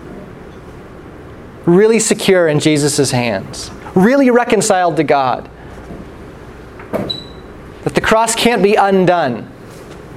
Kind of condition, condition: setting, large echoing room